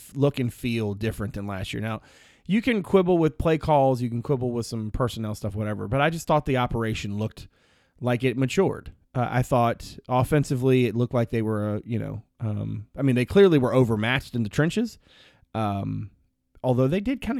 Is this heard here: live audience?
no